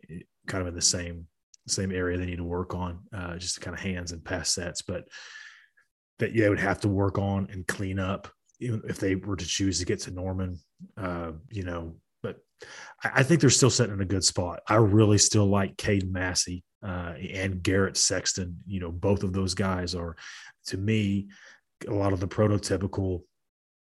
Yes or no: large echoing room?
no